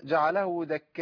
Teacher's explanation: لو هوصل ولو هقف برضه هثبت الهمزه لكن ساكنه